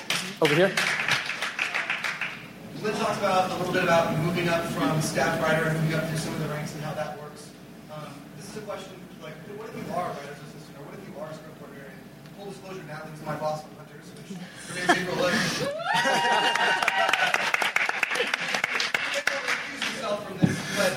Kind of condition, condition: setting, busy venue